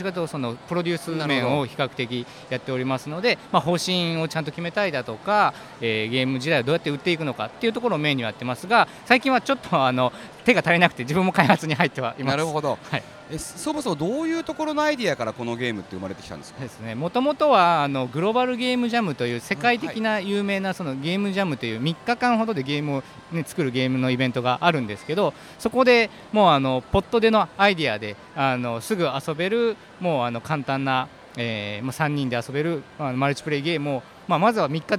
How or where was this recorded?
busy venue